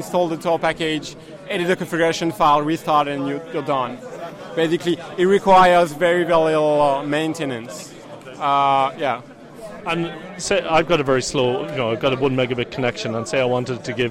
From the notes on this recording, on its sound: The following are a series of interviews recorded at FOSDEM 2014. FOSDEM is a free event that offers open source communities a place to meet, share ideas and collaborate.